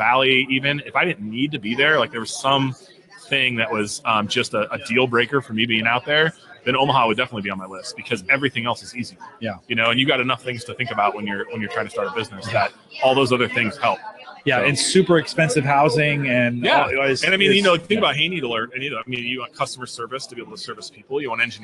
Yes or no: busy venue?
yes